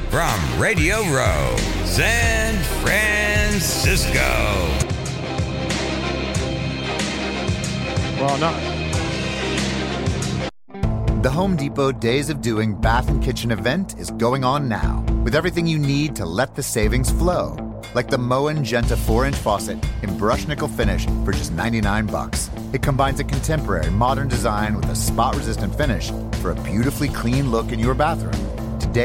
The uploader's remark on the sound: LIVE from #SB50 Radio Row. Fun and crazy day on radio row as the media hordes grow each day closer to the big game.